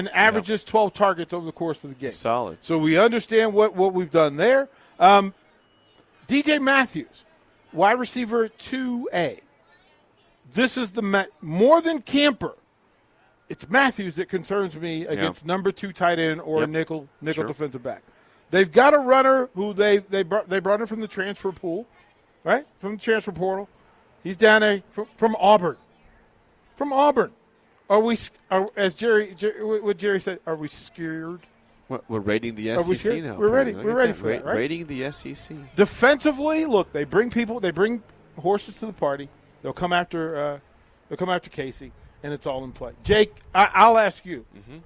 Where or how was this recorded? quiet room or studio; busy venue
busy venue